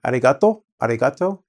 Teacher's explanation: Japanese people say R differently. For arigato, arigato, their tongue is at the front of the mouth.